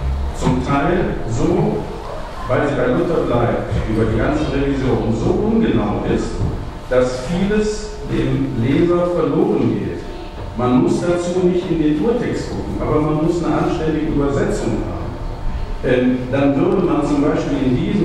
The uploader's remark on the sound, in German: Gottesdienst-Predigt